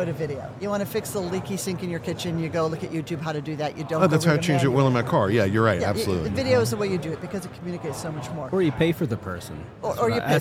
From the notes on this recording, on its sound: Recorded live from the floor of HR Tech. This is a special mini series recorded with Oleeo at HR Tech 2023.